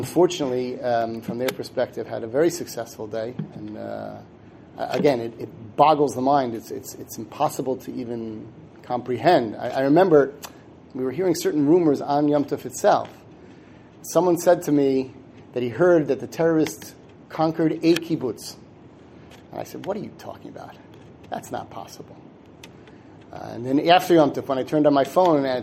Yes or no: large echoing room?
yes